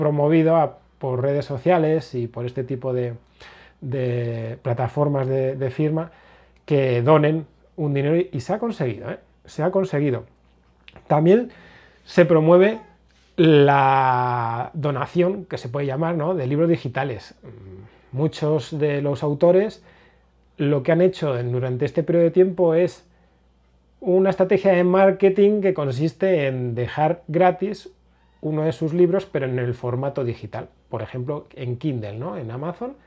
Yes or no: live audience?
no